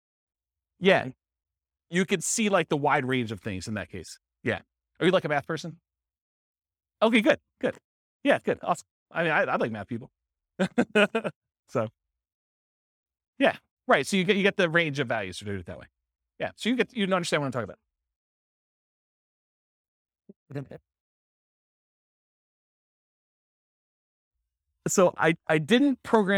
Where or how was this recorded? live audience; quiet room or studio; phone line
live audience